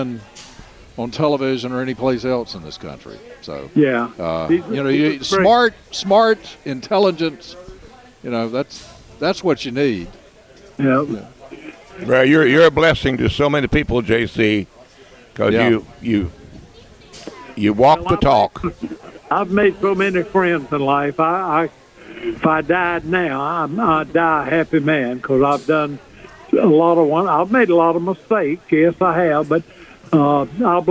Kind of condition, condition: setting, busy venue